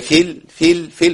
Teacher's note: في الارض قلنا ما نقولش في الارض، لان الياء هنا محذوفة لالتقاء ساكنين